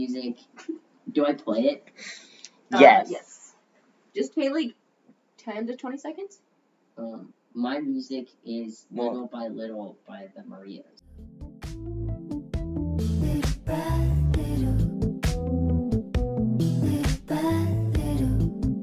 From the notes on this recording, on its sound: Sorry about the audio on this one folks, we're still working on our set-up for recording with another person.